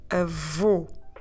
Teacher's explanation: I want you to put your lips round and forward as if you're going to whistle in order to pronounce the sound u